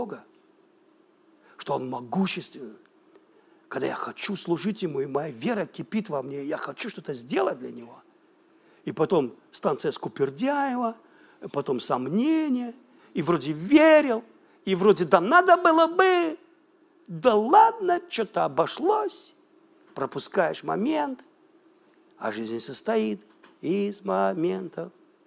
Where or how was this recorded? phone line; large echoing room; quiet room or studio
large echoing room